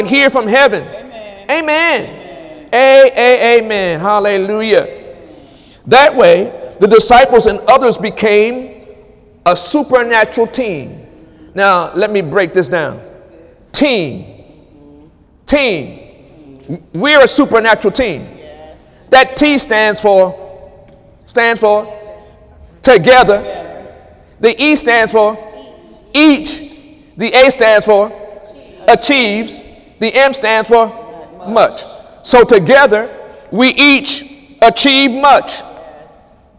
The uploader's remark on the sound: During Wednesday night service on August 9, 2017